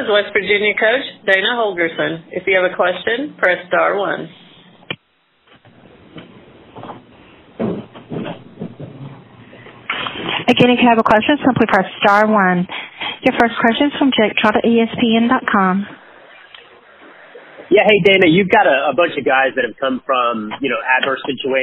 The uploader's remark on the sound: on his weekly Big 12 teleconference